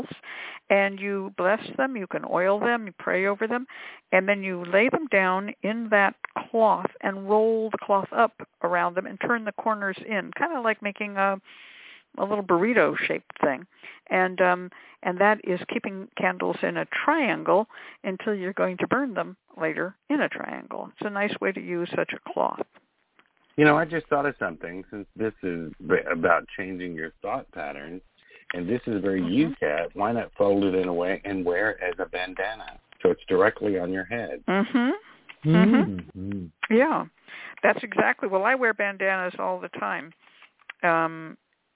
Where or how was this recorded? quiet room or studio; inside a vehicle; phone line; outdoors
phone line